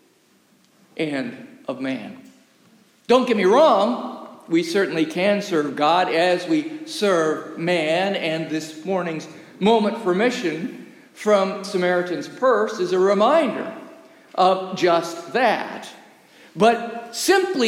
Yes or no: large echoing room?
yes